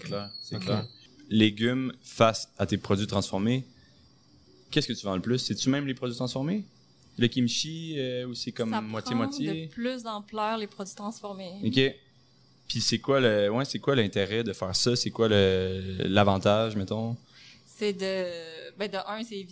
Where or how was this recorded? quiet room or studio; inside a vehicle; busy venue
busy venue